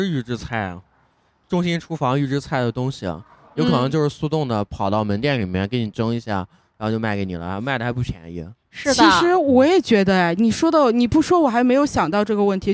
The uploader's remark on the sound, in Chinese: 来自济南的新播客清风微拂。在一个秋天晚上。录音地点：Vniegar Taproom精酿啤酒吧。